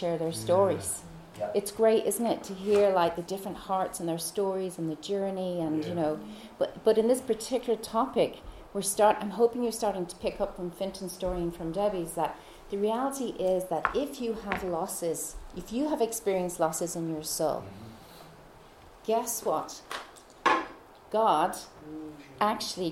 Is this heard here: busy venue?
yes